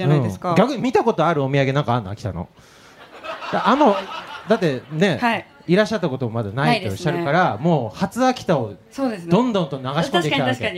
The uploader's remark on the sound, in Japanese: 公開収録！in東京スカイツリータウン。